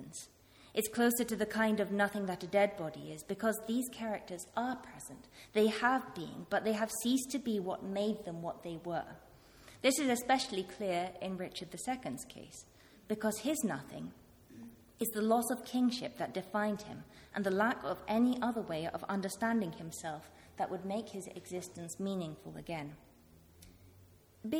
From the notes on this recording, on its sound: This talk was part of a one-day conference 'Shakespearean Thresholds' organised by KiSSiT (Kingston Shakespeare Seminar in Theory) held at the Rose Theatre, Kingston on April 2, 2016.